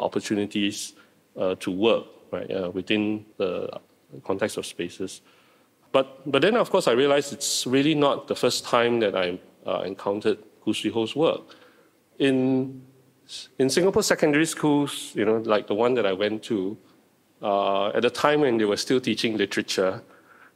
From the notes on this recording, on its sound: This talk was recorded live in March 2020 at National Gallery Singapore